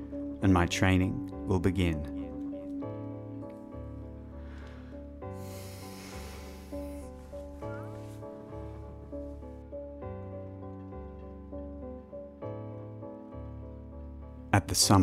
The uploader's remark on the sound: This episode features a soundscape of recordings done in India and Nepal. A soundwalk along the buzzy, labyrinthine streets of Thamel. Up into the rangy, rocky Himalayas.